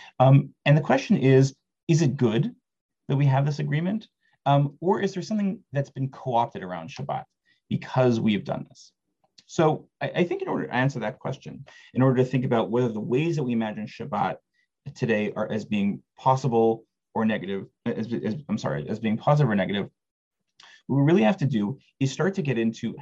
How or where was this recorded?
video call